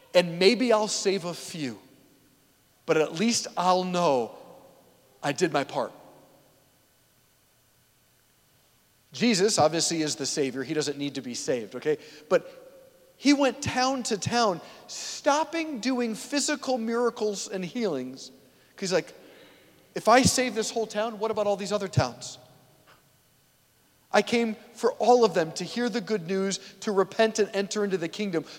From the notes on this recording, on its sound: preached this homily on February 4, 2024 at St Basil the Great Catholic Church in Brecksville, OH